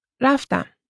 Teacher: we put the stress on the second syllable